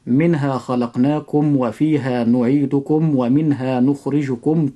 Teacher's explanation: لاحظ عند حرفي الواو والفاء أن يكون الإظهار أشد من باقي الحروف